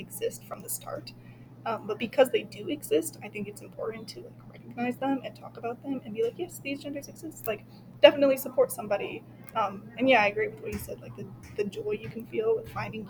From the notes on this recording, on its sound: we were at school so there's quite a bit of background noise